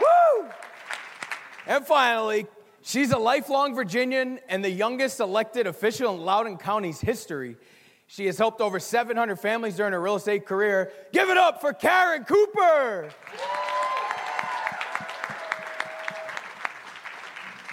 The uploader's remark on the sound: A panel of successful local agents at the HyperFast Sales Summit.